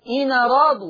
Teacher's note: شيل الهمزة وحط الفتحة على النون · Term: نقل